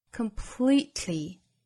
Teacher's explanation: all build and improve on over time.首先我们做英音的语音讲解。我们来看前半句。I'm completely convinced.其中呢我们注意完全这个词啊 completely.那在英音之中呢更习惯发成 completely. 也就是后半部分用舌爆舌侧音加上爆破音 tl,以这样的方式发出来。completely.Completely.那如果大家觉得舌边爆破不好发呢，也就是说舌尖抵住上齿龈的同时舌头两侧送气，这种方法不好发呢，我们可以用另外一种简单的方法，就是把这个 t 的发音做喉塞音憋掉 completely, completely.这样的发音也是完全